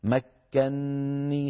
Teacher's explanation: قال مكن فعل ماضي، مكنني، والنون للوقاية والياء ياء المتكلم، مكنني، فهنا سكننا النون الأولى وأدغمناها في النون الثانية فصار النطق بنون واحدة مشددة، مكنني، هذا إدغام كبير، هذا إدغام كبير، ويفعله كل القراء